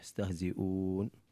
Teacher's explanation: تصفية الواو من الغنة يستهزئون. وقد خالت قلقلة الدال أيضا، لابد من قلقلة الدال من حروف الخلخلة.